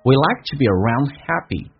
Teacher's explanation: Like 被强调，we 成元音，近似于说短元音，用降调来读 we